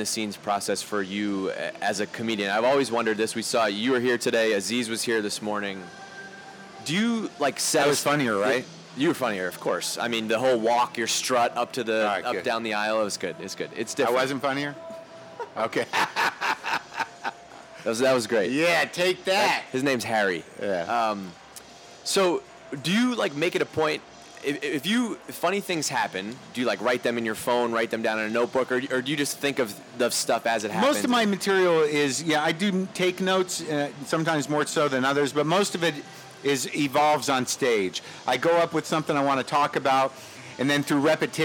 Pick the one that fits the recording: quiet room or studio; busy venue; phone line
busy venue